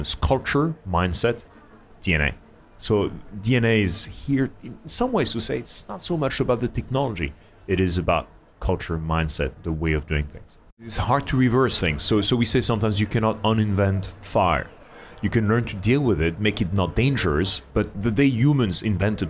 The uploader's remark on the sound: LIVE from Singapore Fintech Festival. Today, we have been live at Singapore Fintech Festival.